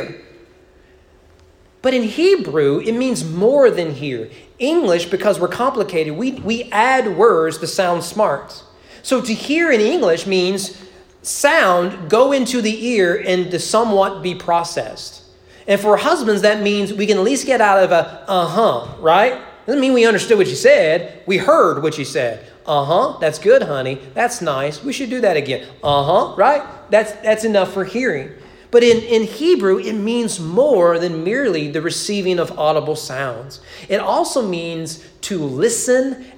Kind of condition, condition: setting, large echoing room